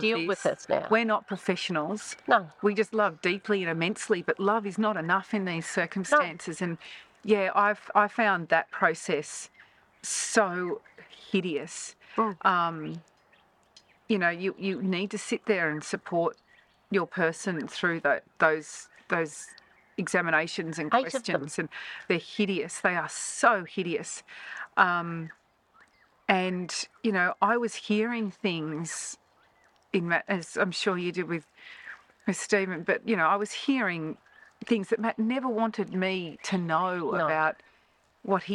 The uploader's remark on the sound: A 'self interview' by the waters edge not far from our camp at Urana, NSW. After setting up the recording equipment and hitting the red button it was over to them.